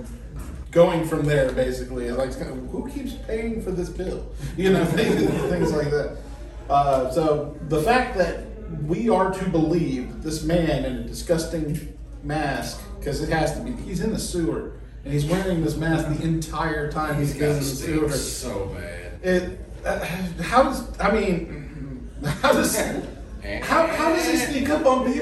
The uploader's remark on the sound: Pensacon 2023 Panel.